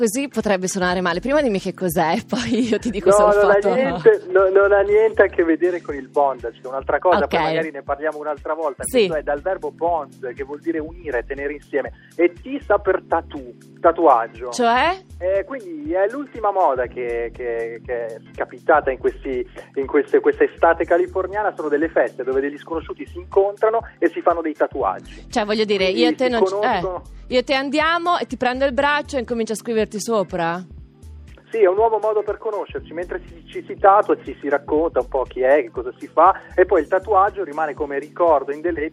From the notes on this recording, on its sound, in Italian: Al telefono. Da Los Angeles.